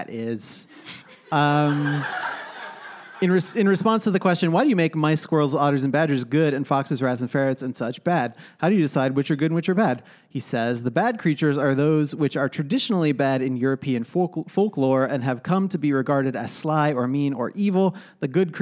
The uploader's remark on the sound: Live from Philly. Was recorded live at the 6th Annual Philadelphia Podcast Festival.